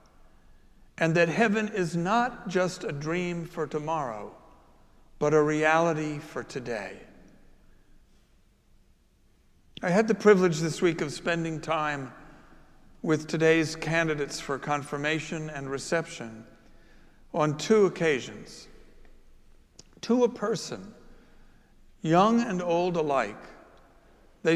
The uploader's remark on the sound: Preached at our celebration of Holy Eucharist on the Seventh Sunday of Easter. Following his sermon, he administered the sacrament of Confirmation.